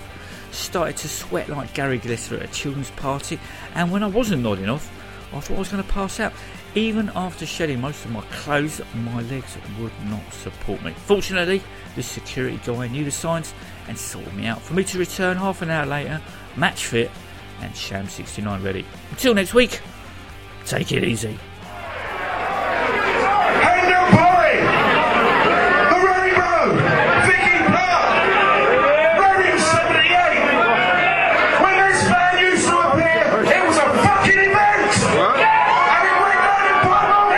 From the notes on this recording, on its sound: This week’s show is once again a live affair. Recorded at The 100 Club.